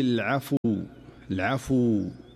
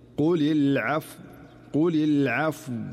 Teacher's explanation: فعلى سبيل المثال عند الوقف على كلمة العفو، نسمع البعض عندما يقف على هذه الكلمة قل العفو العفو، فتحركت الفاء فأصبحت مضمومة، ولكن الصحيح هو المحافظة على سكون الفاء فلا تتحول إلى ضمة أو فتحة · Shown in: second take · فالخطأ هو قل العفو أو العفو، وهذه كلها أخطاء.